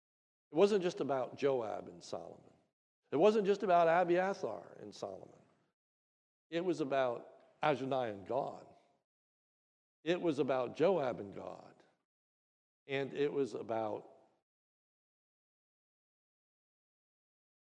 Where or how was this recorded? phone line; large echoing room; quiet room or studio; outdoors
large echoing room